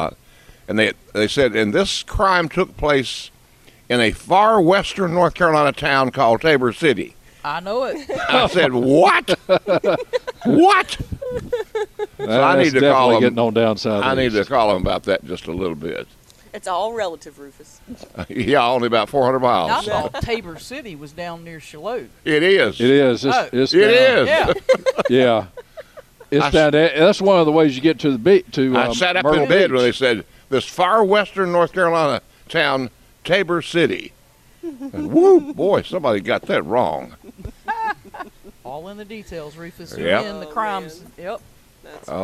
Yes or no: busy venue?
yes